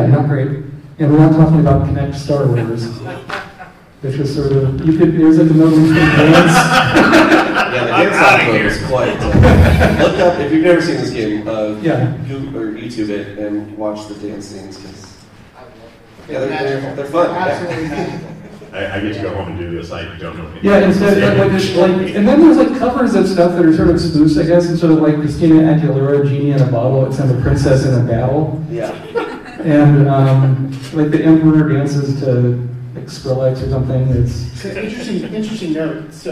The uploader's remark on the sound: Rose City Comic Con 2023 Live Panel. Live panel hosted at Rose City Comic Con 2023. Given this is a live event, the audio quality is a bit rough.